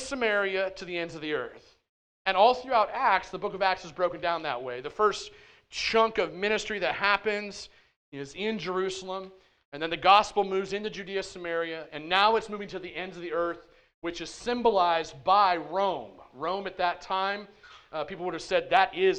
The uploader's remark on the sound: at The Well, an SBC, Converge Heartland church in Hastings, Nebraska